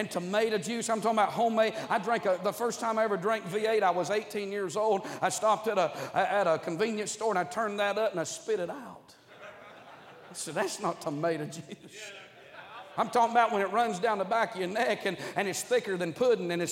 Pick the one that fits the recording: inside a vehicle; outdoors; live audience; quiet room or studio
live audience